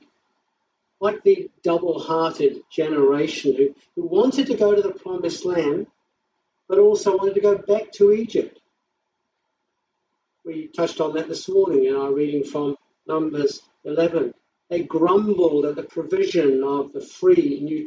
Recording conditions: poor sound quality